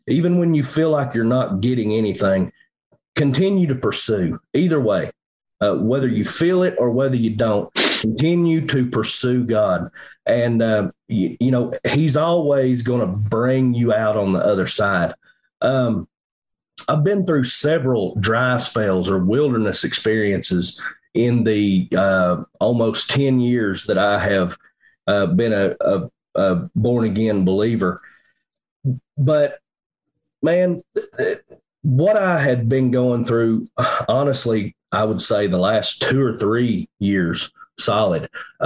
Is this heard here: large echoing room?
no